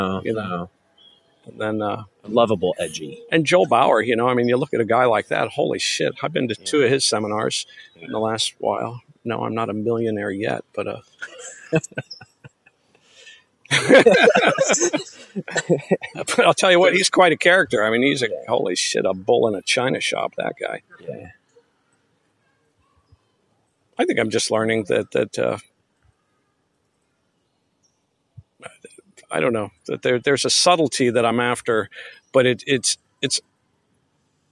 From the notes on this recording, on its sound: Sit outside at a park in Hollywood hills